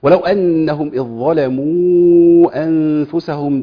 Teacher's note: الذال دخلت في الضاء